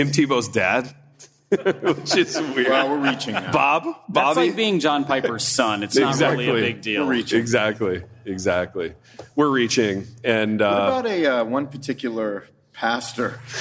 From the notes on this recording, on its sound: In this LIVE episode of the Happy Rant, recorded at the First Baptist Church of Hurst, Texas